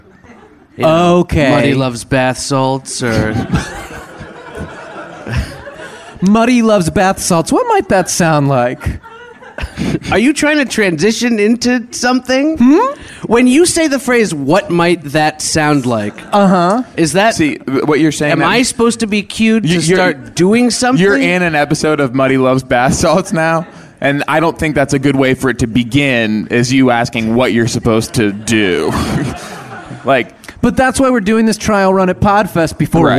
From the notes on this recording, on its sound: Coming at you live from LA Podfest. Then, the live Popcorn Gallery asks about branding and making movies on computers.